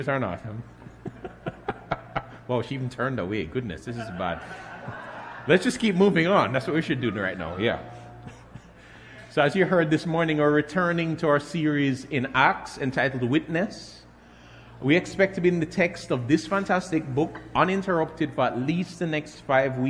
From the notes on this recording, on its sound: Message preached at Grace Family Church, Caymanas Estate, Jamaica